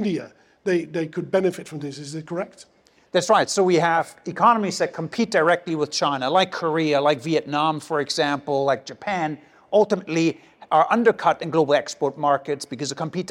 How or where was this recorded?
live audience